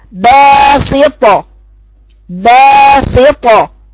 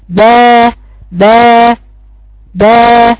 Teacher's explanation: بيجهر يعني النفس ما بيخرجش معايا، وذلك لقوة التصادم بين الشفتين عند قراءته · Shown in: first take